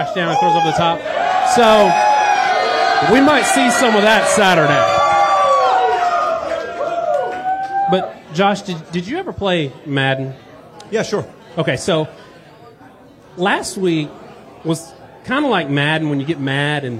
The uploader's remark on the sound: All that plus a loaded Q&A live from Tuscaloosa and added best bets on the Ramen Noodle Express.